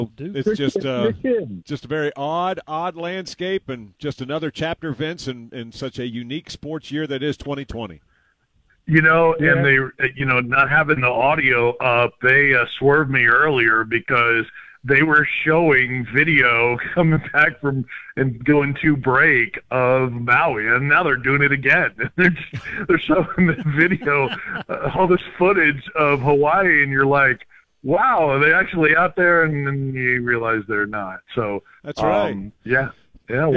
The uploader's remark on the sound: take your phone calls